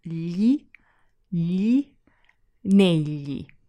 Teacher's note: that funny sound in the middle of negli is a little like a cross between a l and a y. So you glide the tongue forward across the roof of your mouth.